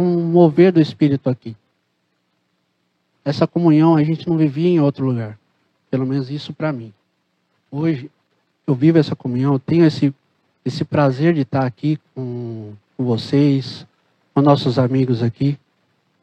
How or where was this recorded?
large echoing room